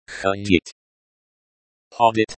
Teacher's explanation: Hodit, pronounced hodit, as in hot, with a soft d sound at the end